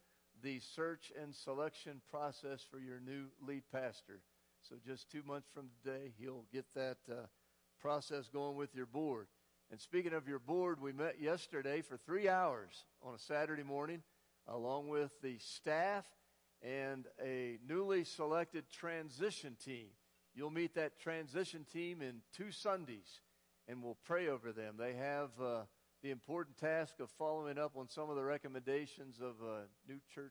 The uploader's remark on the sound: Woodland Life Church Live